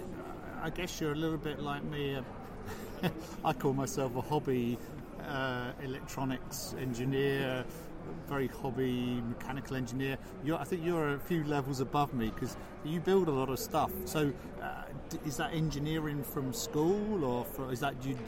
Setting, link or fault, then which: fault, background noise